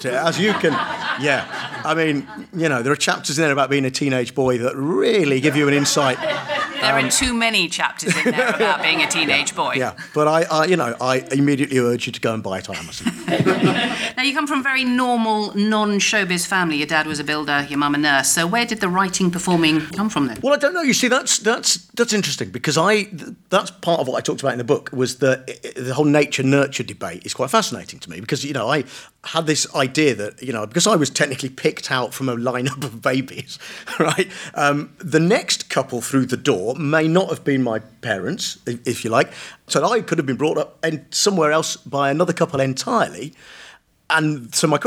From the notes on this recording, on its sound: Recorded in front of a live audience.